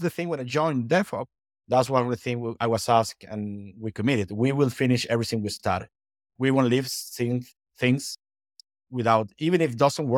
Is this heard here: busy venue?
no